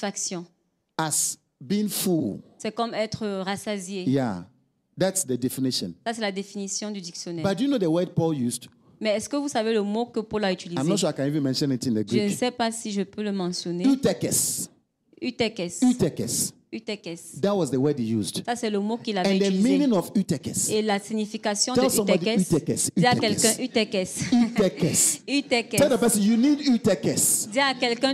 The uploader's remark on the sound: Preached during Joyful Hour Sunday Service